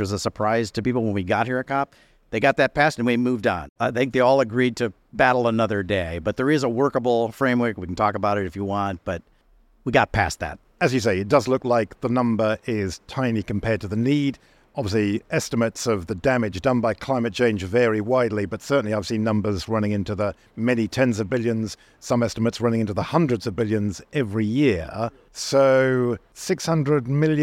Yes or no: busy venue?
yes